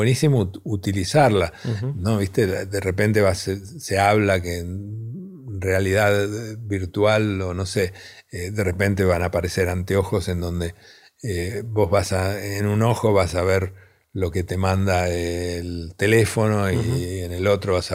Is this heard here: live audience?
no